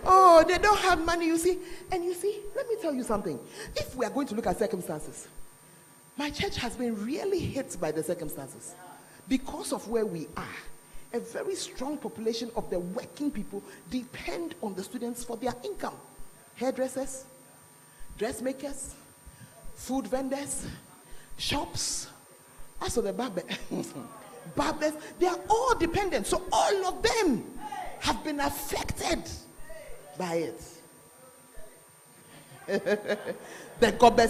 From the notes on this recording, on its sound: Preached at The Art Of Evangelism Conference